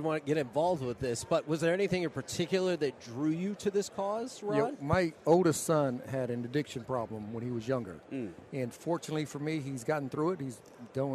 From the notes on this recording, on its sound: LIVE from Radio Row in Las Vegas!